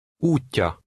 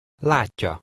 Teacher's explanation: This combination is usually pronounced as the long version of the double character TY.